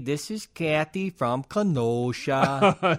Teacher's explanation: That long O, that comes from the Scandinavian language.